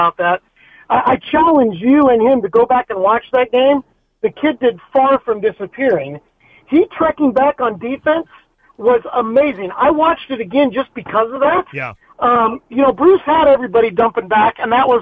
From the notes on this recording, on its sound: Listeners call in and give their thoughts on the match.